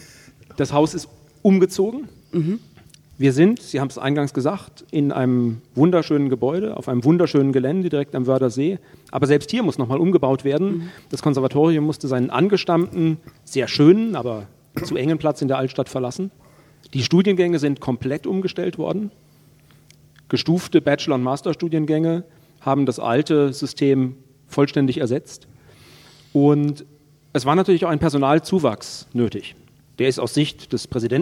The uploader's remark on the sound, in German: Live aus der Musikhochschule Nürnberg. Live aus dem Kammermusiksaal in Nürnbergs Veilhofstraße. Live-Musik bieten Preisträger-Ensembles der Nürnberger Musikhochschule.